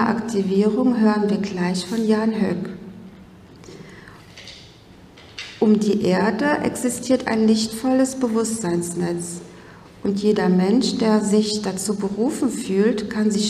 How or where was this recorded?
live audience